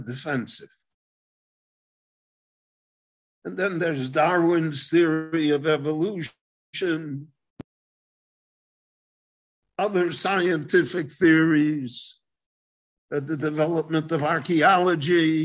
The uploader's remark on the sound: gave a LIVE zoom lecture in Israel